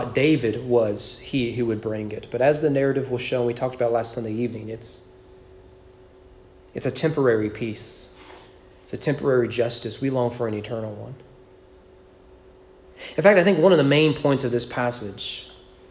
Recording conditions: large echoing room